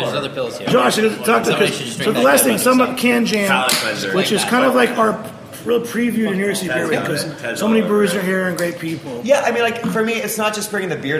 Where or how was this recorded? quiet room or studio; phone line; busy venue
busy venue